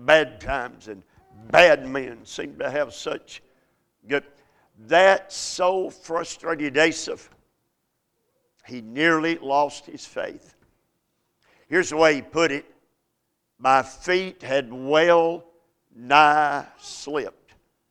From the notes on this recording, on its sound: A message series preached at Crossroads Baptist Church by Dr.